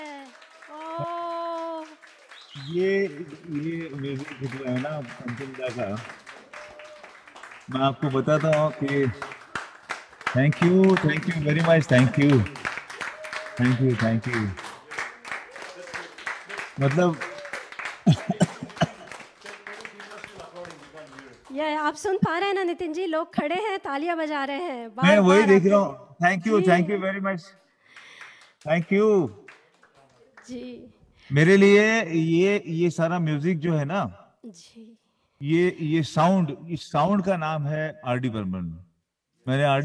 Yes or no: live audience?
yes